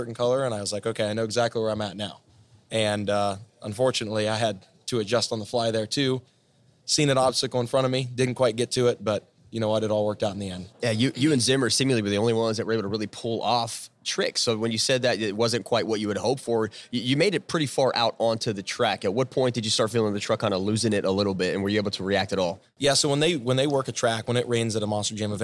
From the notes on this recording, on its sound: on location in Nashville at the Wildhorse Saloon